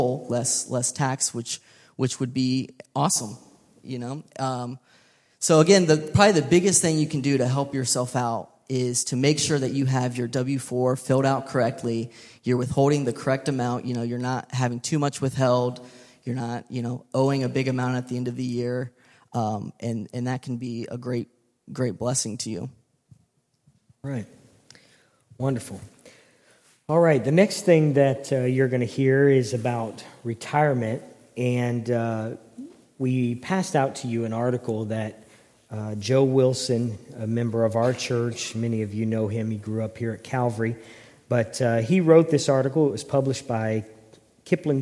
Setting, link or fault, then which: setting, large echoing room